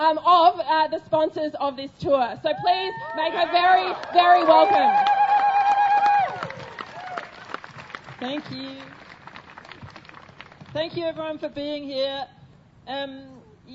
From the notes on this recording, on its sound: We are now going to an excerpt from the Pro-Trans, Anti Fascist Rally. We hear from two speakers at the rally.